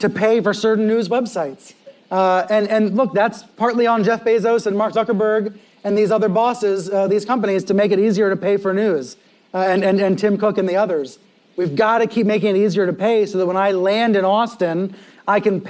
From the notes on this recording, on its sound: In front of a live audience at South by Southwest.